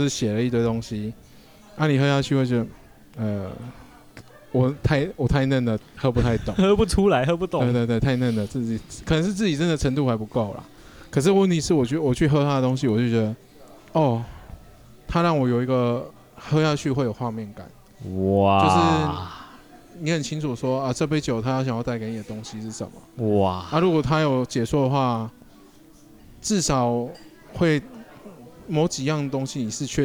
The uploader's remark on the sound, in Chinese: 錄音地點：Bar Mozaiku - 馬賽克酒吧。錄音設備：Shure SM58+Shure beta58 + Superlux TM58S + ZOOM H6 + ZOOM XYH-6。